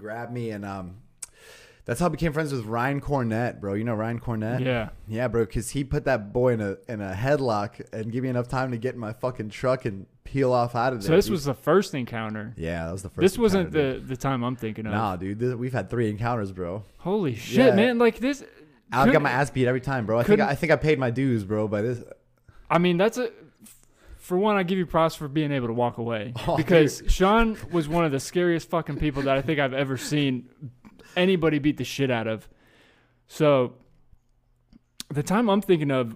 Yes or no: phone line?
no